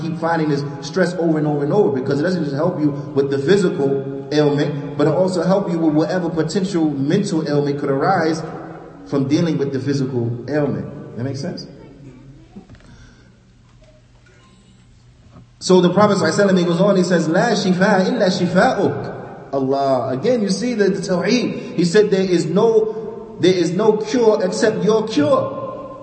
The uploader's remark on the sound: Lecture given at Masjid Nur Allah, Queens, NY